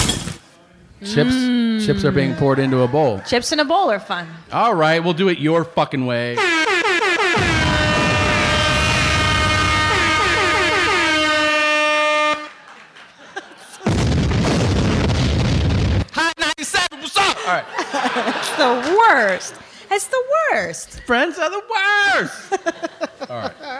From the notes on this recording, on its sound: Live From Toronto. This is the Live podcast by which all future live shows will be judged.